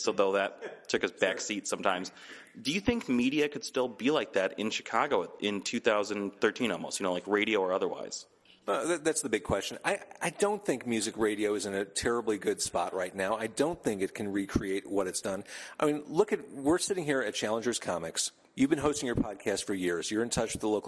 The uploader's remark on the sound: In an interview recorded at Challengers Comics + Conversation